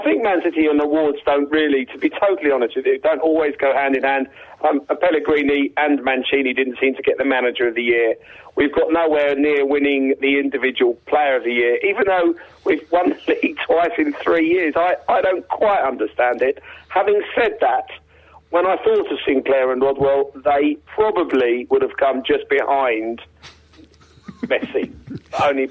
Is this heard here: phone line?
yes